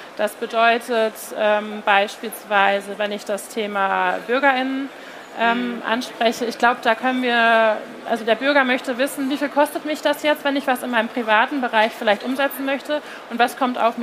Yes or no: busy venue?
yes